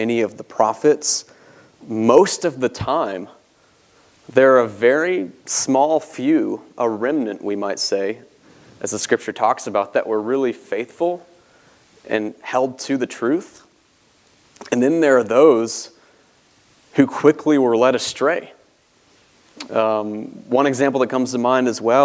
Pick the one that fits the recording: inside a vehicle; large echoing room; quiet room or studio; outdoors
large echoing room